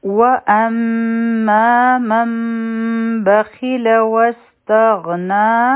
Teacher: دا به مونږ من نه وایو دلته به اقلاب کو دا به مونږ مم وایو او بیا چې دی نو دوه سیکنډه ټایم به ورکو نو